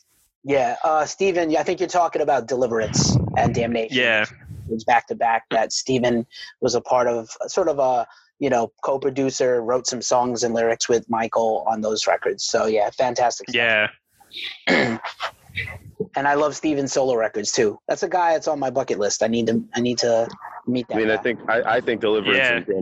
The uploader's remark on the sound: We talked to the entire band over zoom